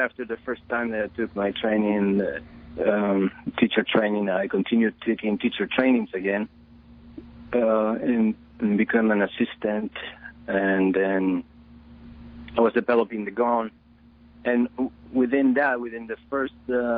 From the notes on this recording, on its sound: we speak by telephone